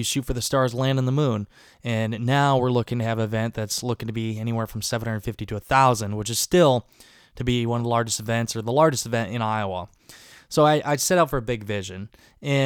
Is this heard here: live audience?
no